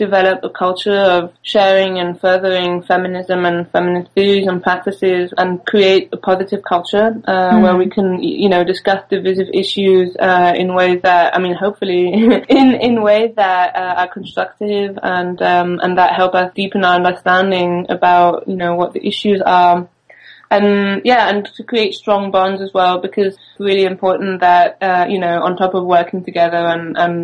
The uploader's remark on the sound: I spoke with two of the organizers to learn more about Womyn’s Gathering 2016 over the phone from France.